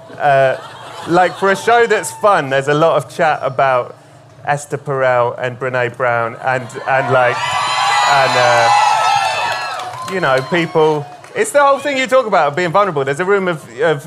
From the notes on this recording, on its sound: Live at ACL Fest. It’s our first LIVE Unlocking Us , recorded at ACL Fest in Austin, Texas.